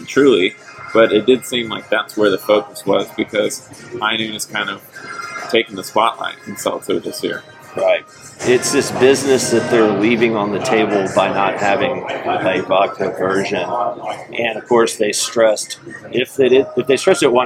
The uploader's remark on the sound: In the lobby of the Sheraton Grand hotel in Chicago where their distributor sales & marketing meeting was just held. Must warn, the audio isn't great.